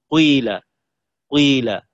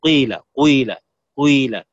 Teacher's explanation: أن تشم الكسرة صوت الضمة، مثل قيل قيه القاف، كسرة القاف تعطيها شيئا من صوت الضمة، تقول قيل قيل، تعطيها بالصوت وليس بالإشارة، قوي كأنك تقول قوي لا، لكن بسرعة قيل قيل قيل، تضم الشفتين فتنطق بشيء من الضمة مع صوت الكسرة، هذا يسمى إشمام أيضا.